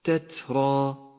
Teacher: نبدأ بكلمة تترا تترا، تهمس التاء الساكنة هكذا تترا وتفخم الراء المفتوحة، ولذلك لونت بالأزرق الغامق، وتمد هذه الألف بمقدار حركتين مد العوض في حالة الوقف